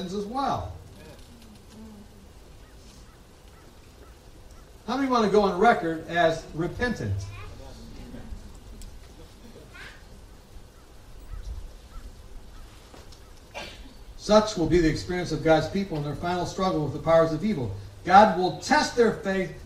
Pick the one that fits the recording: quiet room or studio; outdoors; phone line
outdoors